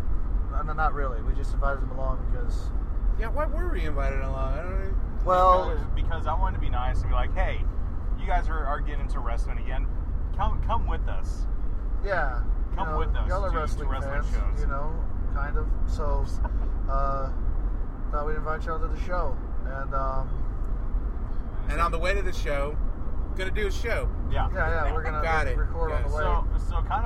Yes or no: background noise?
yes